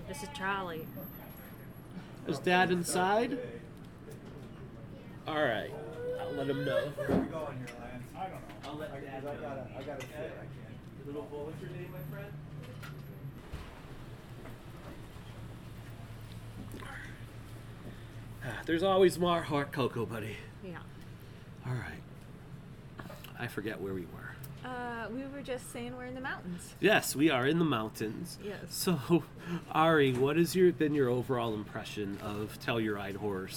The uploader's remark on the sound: Dispatches From TELLURIDE HORROR SHOW. We snagged some coffee and breakfast burritos while taking in the mountain air.